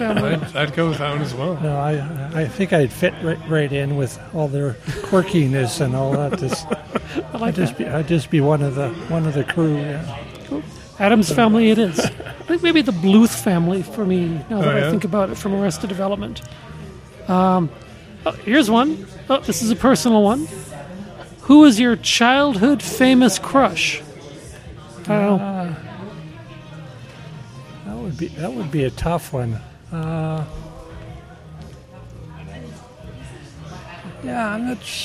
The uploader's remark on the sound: Live From Rebellion Taphouse. We celebrate CJTR’s 2023 Radiothon by taking the Queen City Improvement Bureau out of the subbasement and recording our. Meeting before a living-human audience in the Rebellion Taproom in the heart of the Warehouse District.